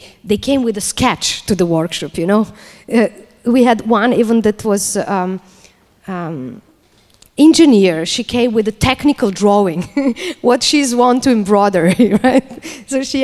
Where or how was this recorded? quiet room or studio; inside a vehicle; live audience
live audience